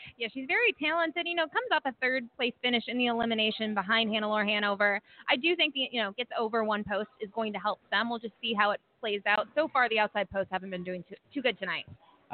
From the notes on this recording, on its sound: 2019 Pepsi North America Cup. Live interviews from the paddock, handicapping analysis, and winner’s circle reactions as the night goes.